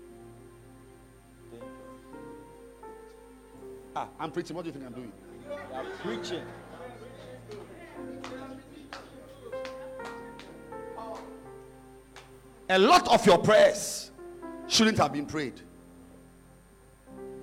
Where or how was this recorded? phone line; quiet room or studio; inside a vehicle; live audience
live audience